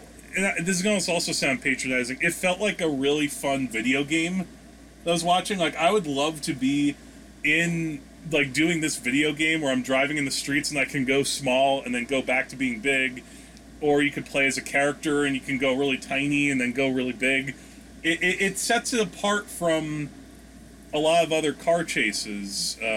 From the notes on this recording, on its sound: Forgive the audio background noise, we need air conditioning in this furnace of a climate.